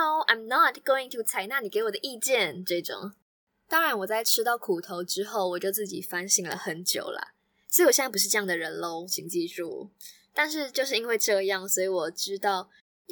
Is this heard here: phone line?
no